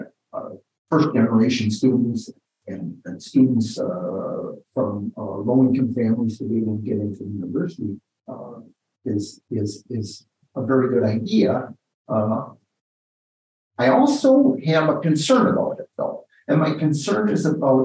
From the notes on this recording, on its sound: in a Zoom interview